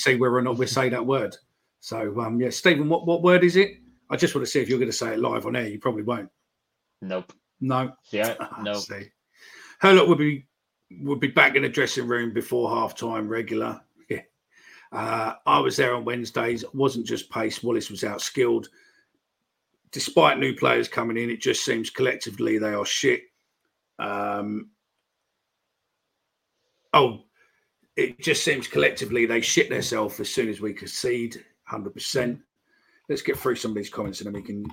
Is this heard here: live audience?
no